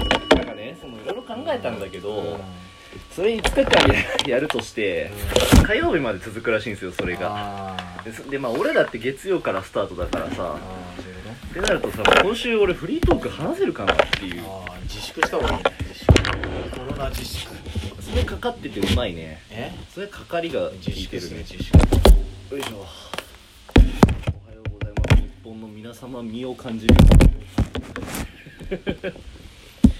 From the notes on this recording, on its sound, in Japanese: 非常にノイズが入っていますが御了承ください。